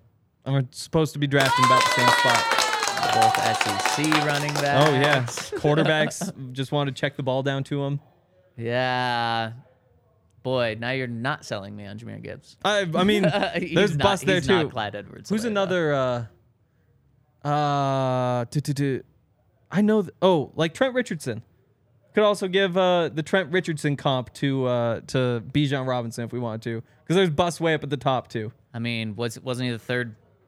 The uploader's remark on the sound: coming to you LIVE from the DNVR Bar